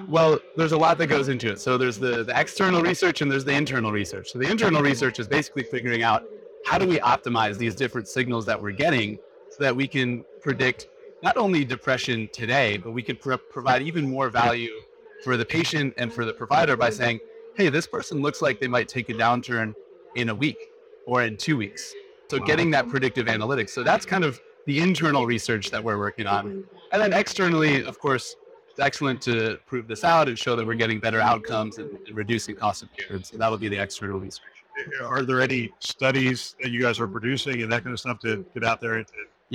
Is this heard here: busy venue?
yes